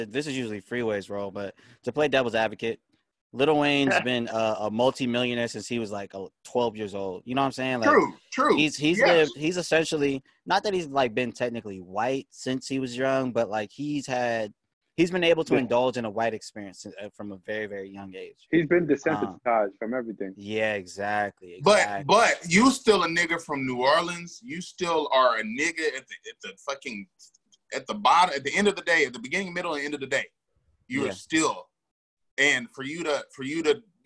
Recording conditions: video call